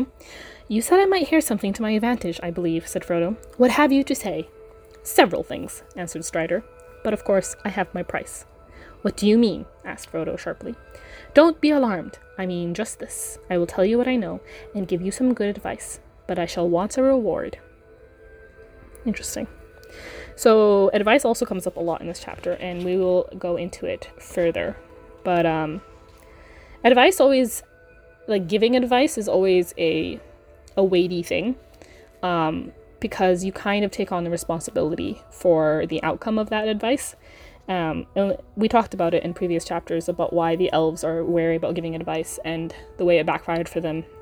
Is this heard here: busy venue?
no